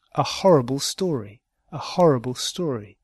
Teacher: horrible has the stress, horrible, on the first syllable